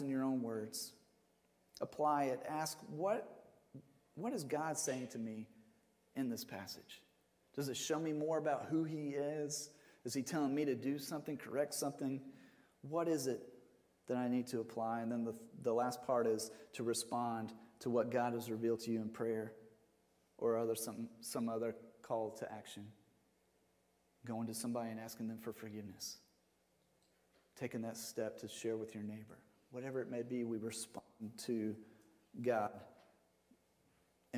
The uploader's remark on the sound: Sermon audio from Mission Church in Locust, NC.